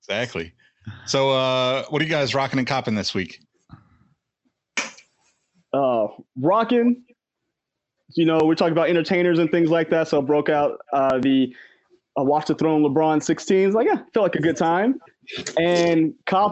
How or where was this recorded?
video call